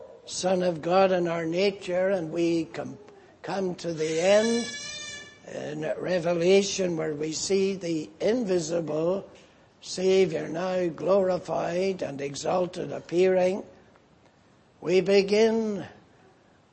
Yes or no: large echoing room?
yes